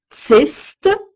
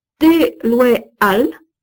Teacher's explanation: S, placé à l'intérieur d'un mot devant une consonne sonore, ne se prononce pas · Shown in: second take · Opposé ligne 1, tsest, T est une consonne sourde, je prononce le S, à ligne 11, deloéal, L est sonore.